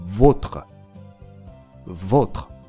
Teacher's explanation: vos というところで口がすぼまりますし、おが短くなりますよね